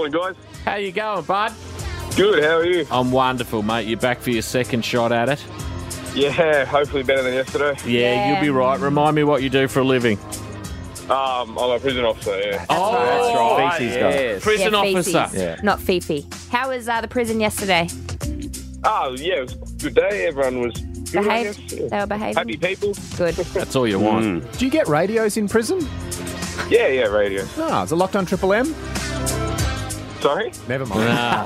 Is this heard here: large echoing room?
no